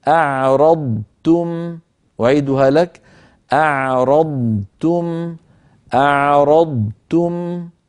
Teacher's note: ضاد ساكنة بدون أصوات زائدة ثم تاء · Term: الإظهار